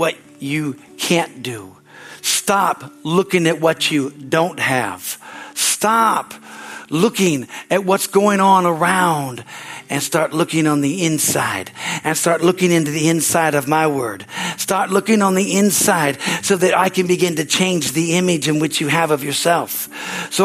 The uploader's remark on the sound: Is from the Sunday service on March 19, 2023 at Harvest Bible Church in Stockton, CA.